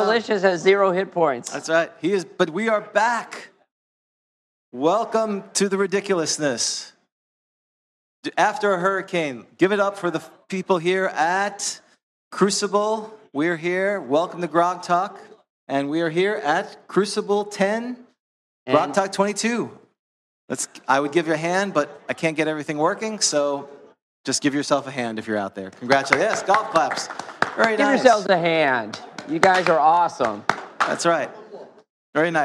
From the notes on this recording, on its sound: Live from Grogcon 22. Provided a seminar on Old School versus New School gaming live!